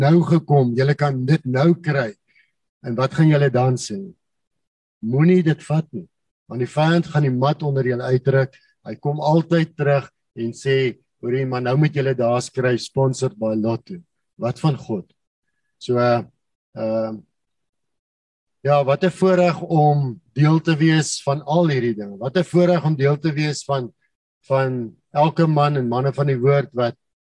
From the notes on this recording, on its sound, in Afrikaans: Manne van die Woord Zoom Byeenkoms 25 Januarie 2022.